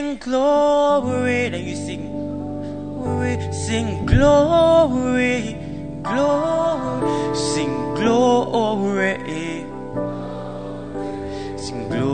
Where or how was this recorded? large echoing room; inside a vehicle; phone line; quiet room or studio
large echoing room